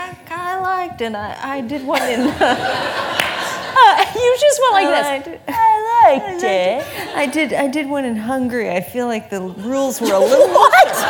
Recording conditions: live audience